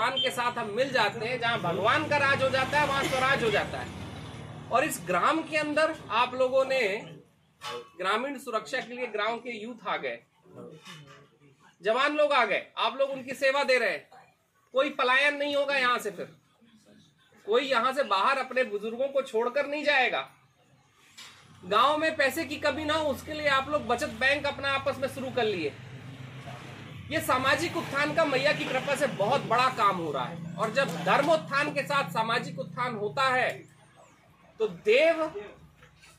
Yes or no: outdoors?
yes